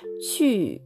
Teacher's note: めて、で、えー、死因自体は、この割と口先で生まれるは、あの、死因なんですね。チという音なんですが、これに、えっ、ー、と、普通、日本語のうよりも、あいうえおのうよりも、さらに唇をすぼめて、そしてその唇にちょっと力を込めるような感じで、シーというふうに発音します。これ第4声なので、あの、繰り返しになりますが、上から下に急降下する音、勢いをつけて、シーというふうに言ってみてください。これで、あの、あの、まあ、ネズミのね、チューチューみたいな音なんですが <laughs>それよりももっと鋭い音に、シャープな音になります。唇に、えー、繰り返しになりますが、唇にちょっと力を入れて、チューっていう風に発音すると、えー、それらしく聞こえるかと思います。これが行くとい